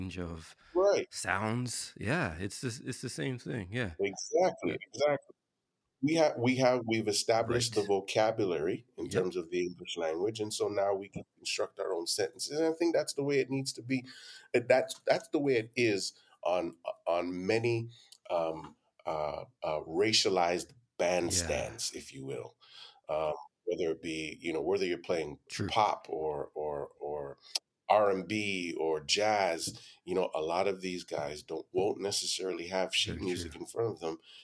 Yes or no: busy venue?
no